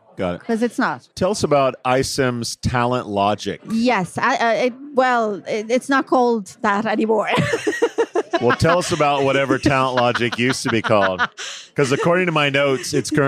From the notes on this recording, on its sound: live at iCIMS Inspire in San Diego